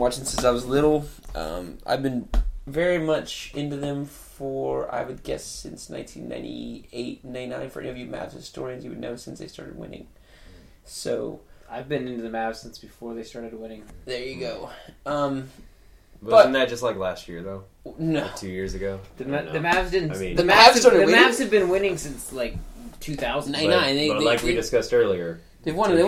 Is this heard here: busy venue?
no